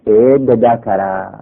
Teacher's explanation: زال و دال قریب المخرج، زال را قلب به دال میکنن میشه اد ذکره، دال را در زال ادغام کنیم میشه اد ذکره.